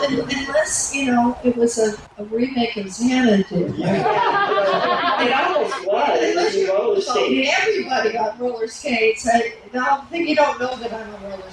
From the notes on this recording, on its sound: HORROR REALM 2023 PANEL. At Horror Realm Convention 2023.